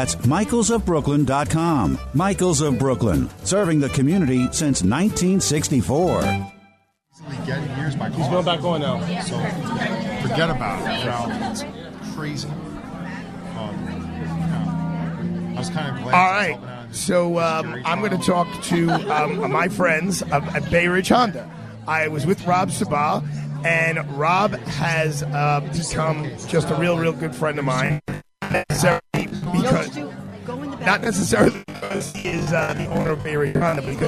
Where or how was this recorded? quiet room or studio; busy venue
busy venue